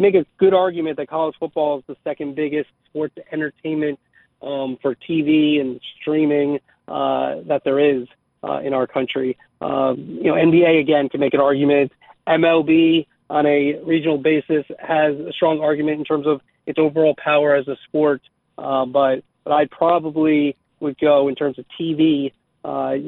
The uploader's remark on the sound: we start taking some of your phone calls